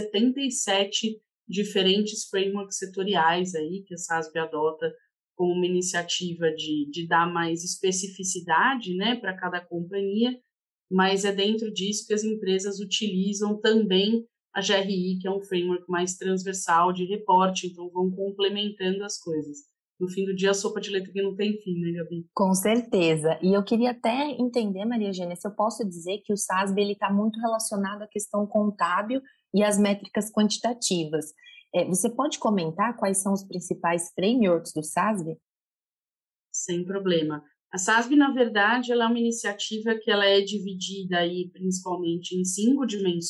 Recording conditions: video call